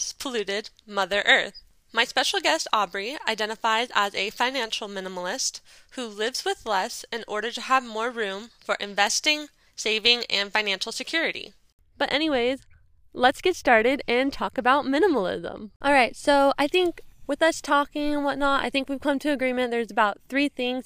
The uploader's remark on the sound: a camping trip with my sister in Joshua Tree, CA where we record a podcast